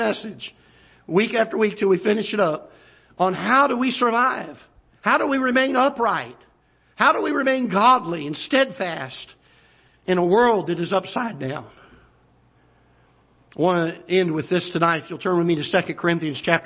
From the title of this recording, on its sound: Ketha Heights Baptist Church ~ Live Broadcast